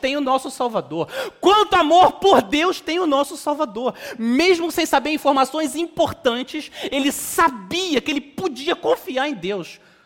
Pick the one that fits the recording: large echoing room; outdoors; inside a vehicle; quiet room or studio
large echoing room